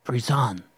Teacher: the second syllable is pronounced really nasally